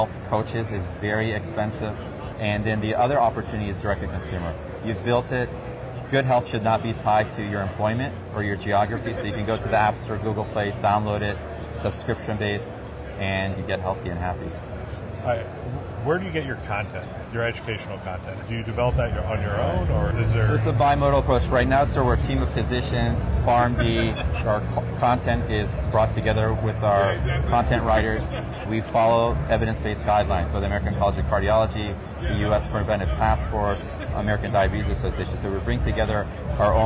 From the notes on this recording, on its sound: an Interview in Action live from ViVe 2023